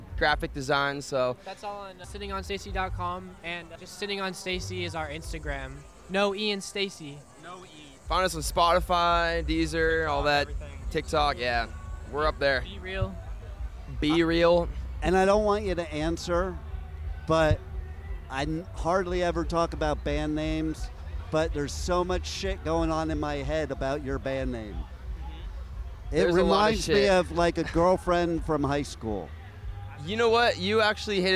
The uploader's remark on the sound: live from Riotfest 2022 in Chicago